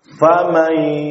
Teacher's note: Adapun ghunnah pada nun ini tetap ada. Ghunnah yang dikeluarkan dengan jelas dan dipanjangkan.